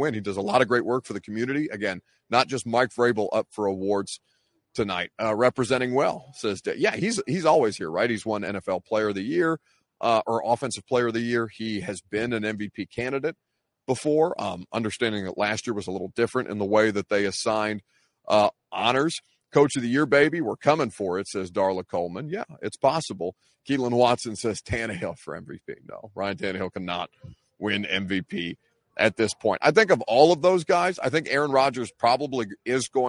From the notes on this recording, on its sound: at NFL Honors LIVE from LA